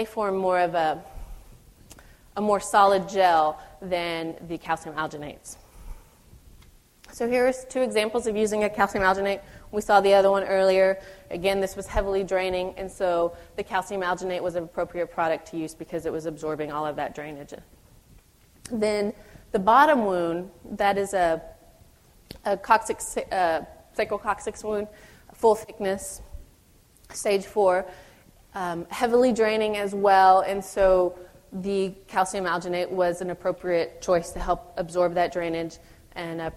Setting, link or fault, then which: setting, live audience